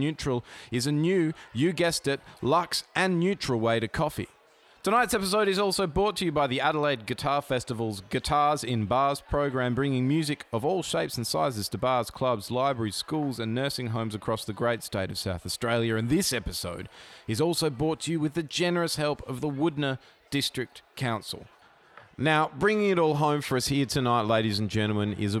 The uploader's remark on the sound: Recorded live at the Wudinna football club after the mighty Magpies had logged a historic win a few towns over this episode was a raucous party of fairly epic proportions.